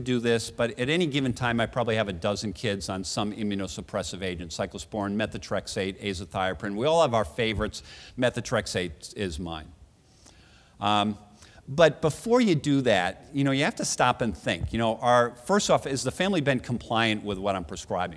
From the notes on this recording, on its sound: Recorded at the 2013 Summer SDPA Conference in St.